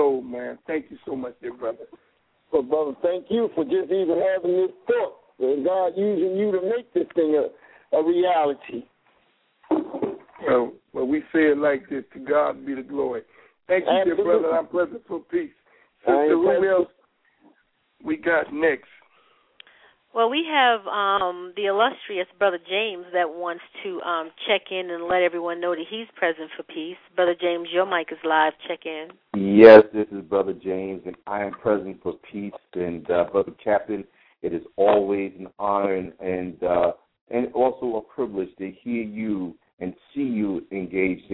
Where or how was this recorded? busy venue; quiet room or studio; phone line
phone line